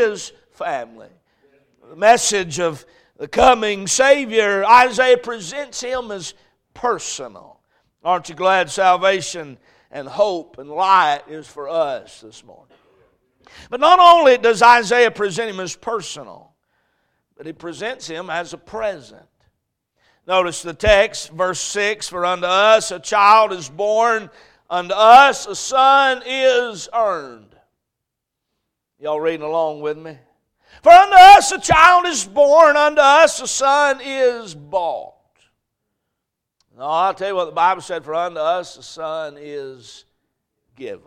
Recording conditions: large echoing room